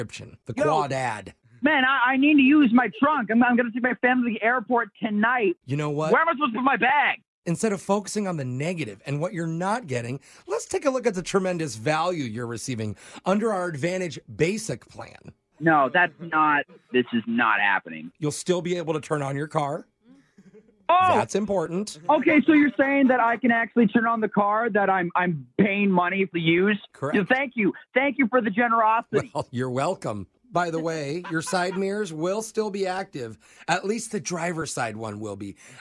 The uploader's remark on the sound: Phone Tap